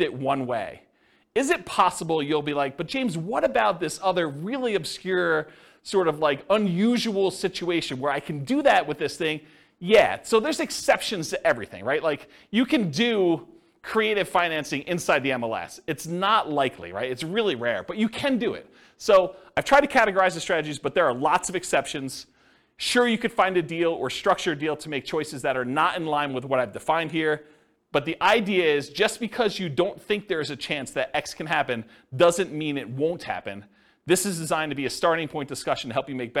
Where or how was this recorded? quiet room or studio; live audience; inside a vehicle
live audience